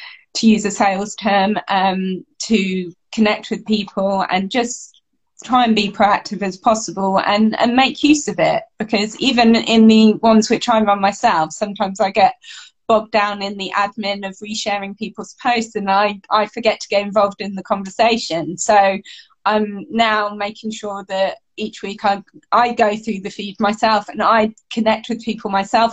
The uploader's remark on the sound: It was my first-ever Instagram Live